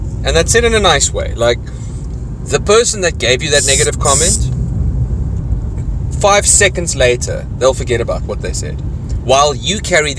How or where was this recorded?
inside a vehicle